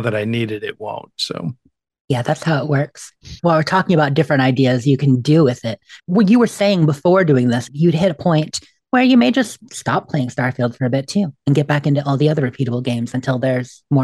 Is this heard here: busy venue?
no